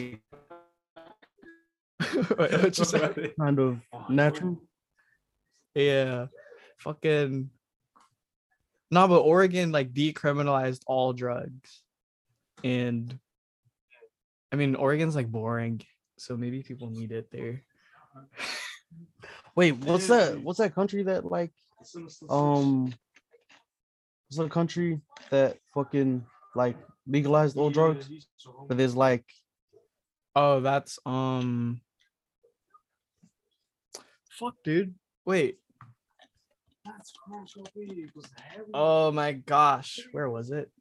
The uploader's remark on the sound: despite some connection problems